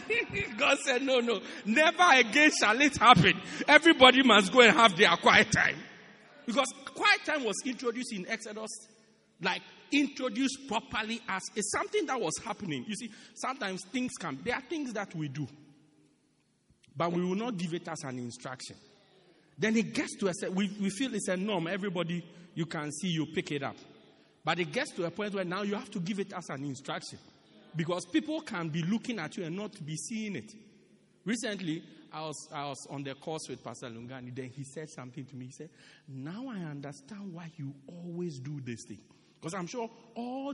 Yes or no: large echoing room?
yes